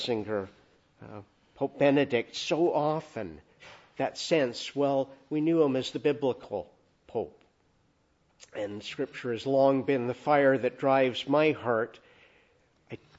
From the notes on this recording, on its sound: Preached in the Annunciation of the Blessed Virgin Mary, Ottawa, at a Requiem Mass for Pope (Emeritus) Benedict XVI.